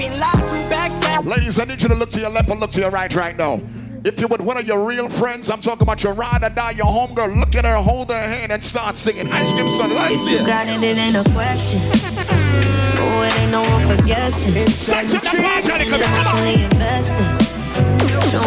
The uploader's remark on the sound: Ice Cream Sundaze 6/12/22 (LIVE AUDIO)